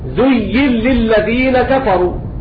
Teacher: أضغمنا النون في اللام لأنها وقعت بعد متحرك